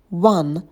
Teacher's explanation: Очень быстрый звук. На звуке В мы округляем губы.